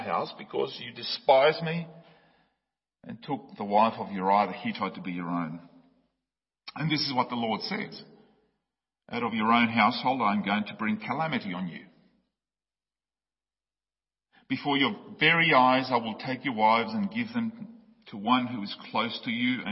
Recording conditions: large echoing room